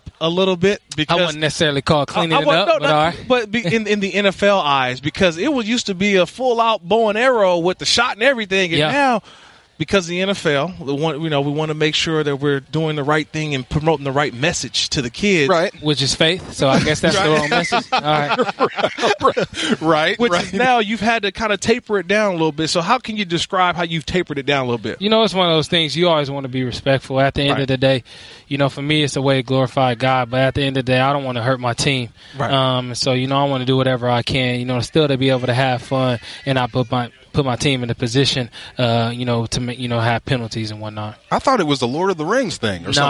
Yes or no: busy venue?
yes